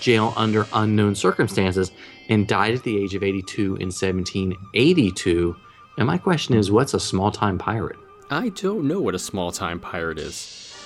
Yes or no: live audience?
no